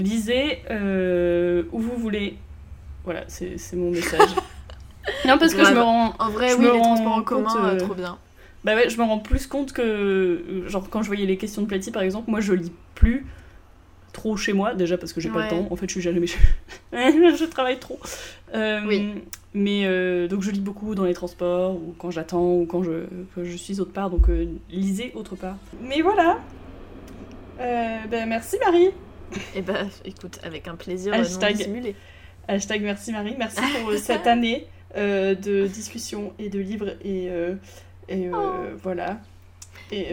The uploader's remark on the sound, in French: Pour fêter ça un épisode spécial, placé sous le signe des bruits de travaux insupportables! Vraiment désolée pour ça j'avais pas réalisé leur volume en enregistrant.